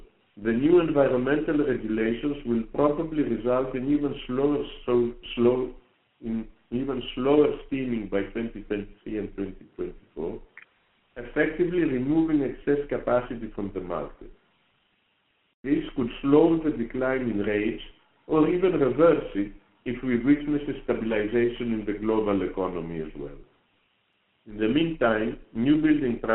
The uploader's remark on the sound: during the Company's Q3 2022 Earnings Conference Call